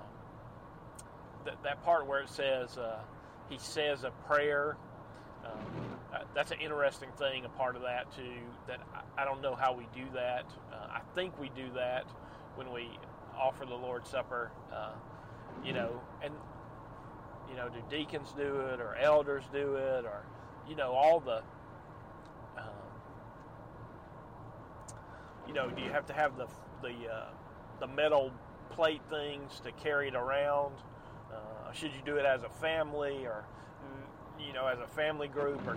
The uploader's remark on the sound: Night. Rain. Driving.